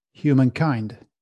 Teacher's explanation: the stress should be put on the last syllable, kind